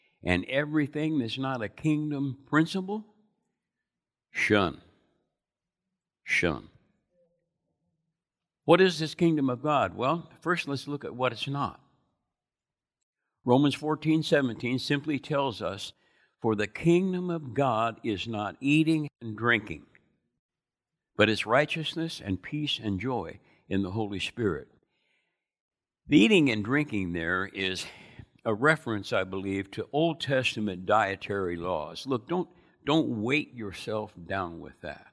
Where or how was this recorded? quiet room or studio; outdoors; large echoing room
large echoing room